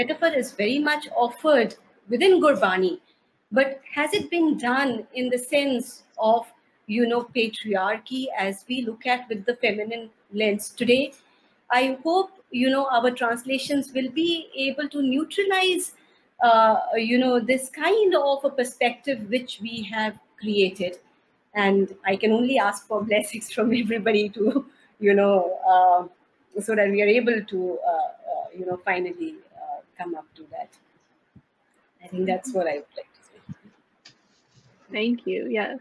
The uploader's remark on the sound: Live Webinar.